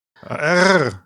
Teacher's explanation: im Fränkischen, da rollt man das R immer so ein bisschen